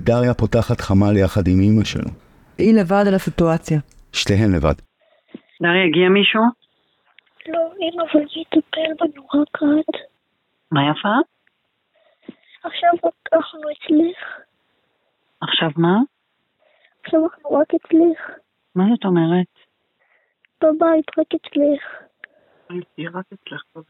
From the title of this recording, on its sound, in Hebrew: שלוש שעות בטלפון